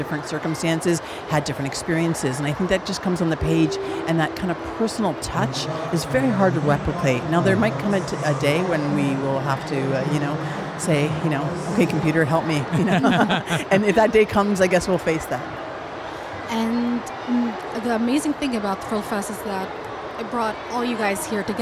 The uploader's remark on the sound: Live from SIBF